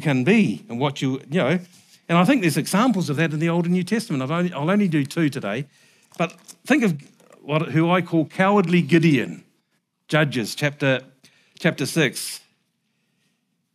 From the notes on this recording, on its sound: Recorded at the Hukanui Bible Church morning service on Sunday the 16th of July 2023 during the 10:00 am service.